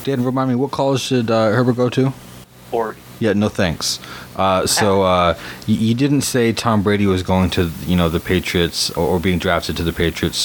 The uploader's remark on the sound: Attacked by sound problems this episode